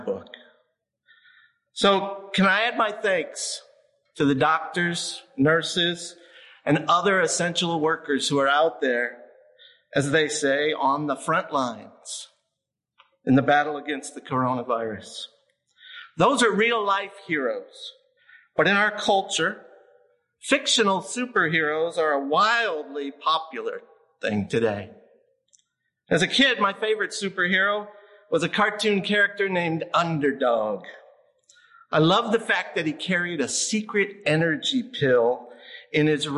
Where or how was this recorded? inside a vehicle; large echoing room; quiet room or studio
large echoing room